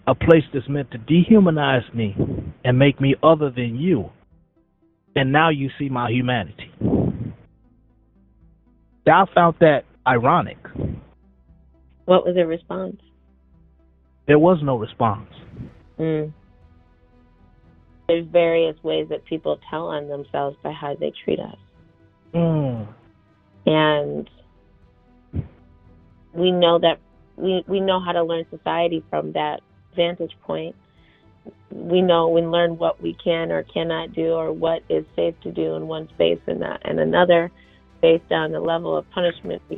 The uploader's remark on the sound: Here today we have him on the line with us calling in from Pendleton Correctional Facility.